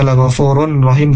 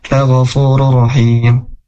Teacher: tanwin dhammahnya masuk ke huruf ra yang kedua · Shown in: second take · Term: idgham bila gunnah